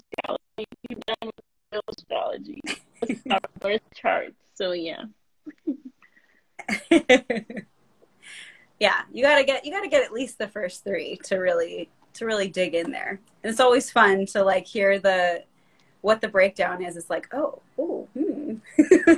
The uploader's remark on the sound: IG Live conversation. We record on Anchor.